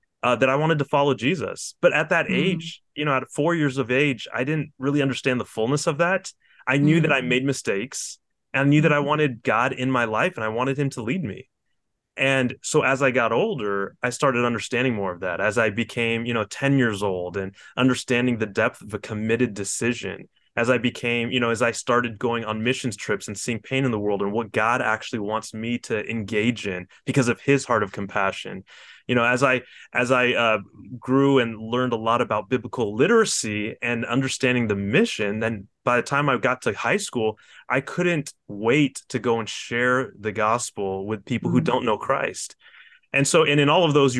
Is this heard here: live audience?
no